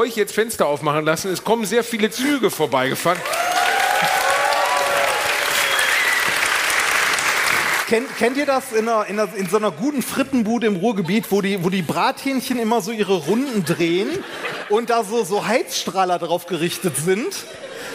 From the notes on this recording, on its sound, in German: Hier ist der zweite Teil des Live Mitschnitts von AAA-Live aus Bielefeld.